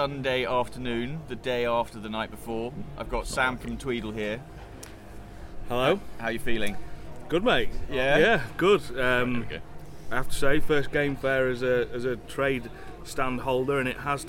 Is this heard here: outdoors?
yes